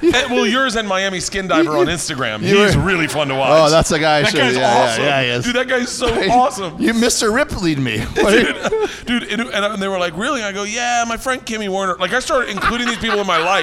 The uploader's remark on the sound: live at The Gundo Comedy Festival